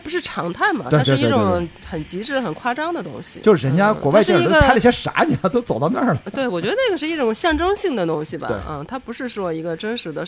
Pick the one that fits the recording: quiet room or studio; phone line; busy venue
busy venue